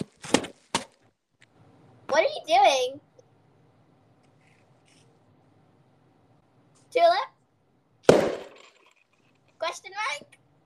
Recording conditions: poor sound quality